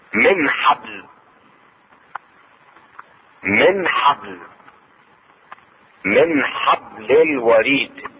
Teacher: النون الساكنة مع الحاء، تظهر النون الساكنة عند الحاء